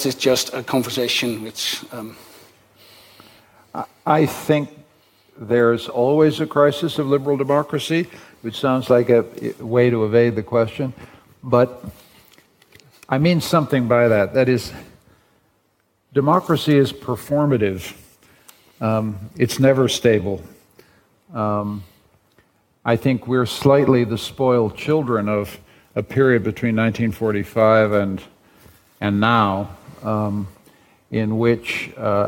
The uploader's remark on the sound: Broadcasted live in De Balie in Amsterdam